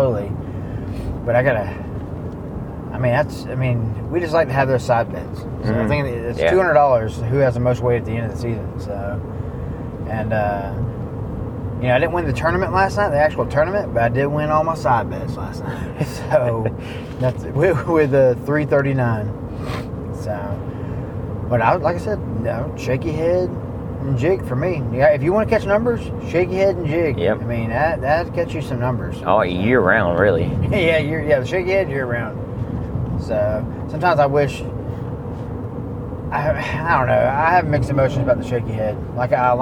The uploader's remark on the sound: Catching Up in the Truck. We had a short pod in the truck heading to work.